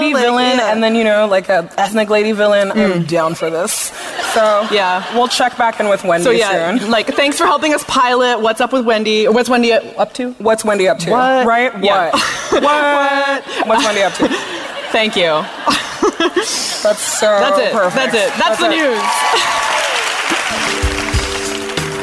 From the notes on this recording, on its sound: From our live show in Los Angeles.